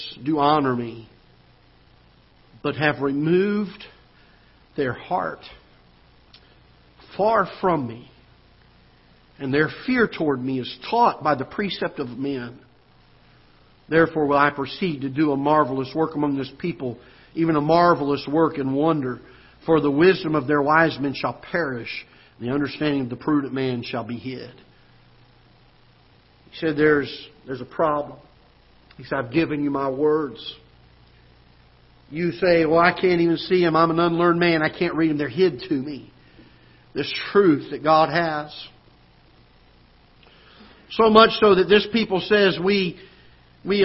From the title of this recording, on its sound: Ketha Heights Baptist Church ~ Live Broadcast